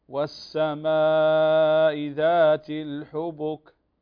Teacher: مد السماء لأن مد واجب متصل هنا